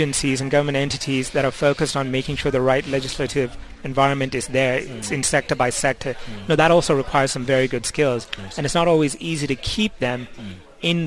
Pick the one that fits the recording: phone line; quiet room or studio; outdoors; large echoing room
outdoors